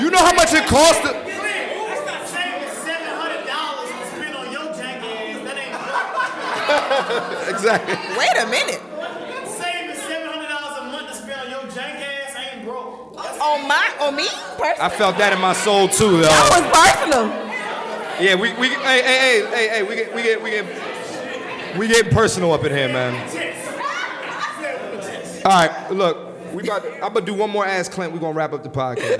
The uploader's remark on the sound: LIVE in Atlanta, Georgia.